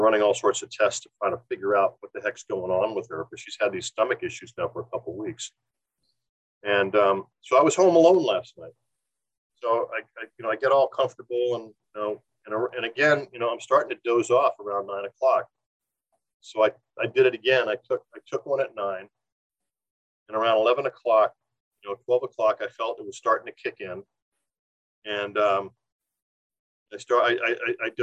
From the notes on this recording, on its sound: Apologies the audio quality is not quite as good as usual, variable rural broadband, we're afraid!